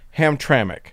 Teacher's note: But Jim has written in to say, in case you need to cover events there again, the city of Hamtramck is pronounced as if there is a vowel in the last syllable, as in Hamtramck, with emphasis on the middle syllable